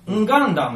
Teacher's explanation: 濁音の前には必ず、んが入ってたらしいんだよね